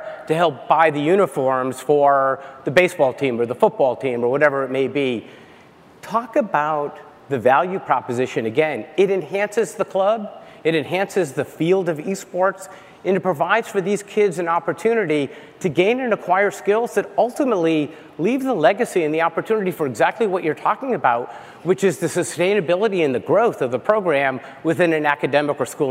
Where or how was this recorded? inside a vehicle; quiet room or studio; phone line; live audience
live audience